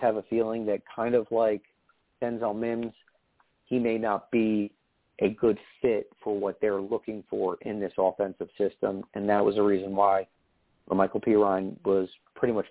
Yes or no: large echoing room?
no